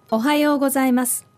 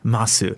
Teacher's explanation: if you listen to the second part, the U suddenly disappears. · Shown in: first take